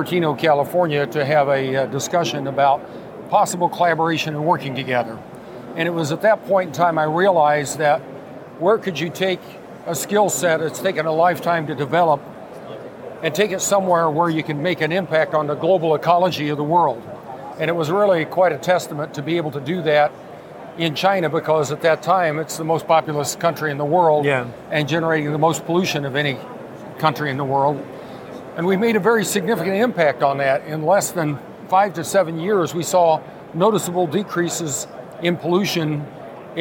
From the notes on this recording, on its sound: A 15 Minute Walk & Talk Episode. This is a 15 minute walk and talk we recorded at the show (initially shared as a video on my LinkedIn channel).